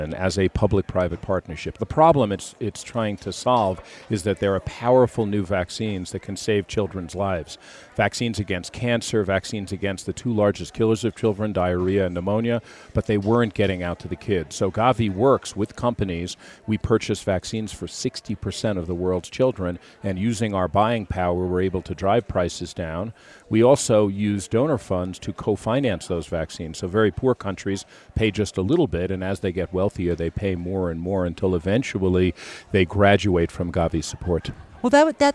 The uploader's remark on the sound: TAKEOVER is a special series of episodes that put you on the ground during the Aspen Ideas Festival in Aspen, Colorado.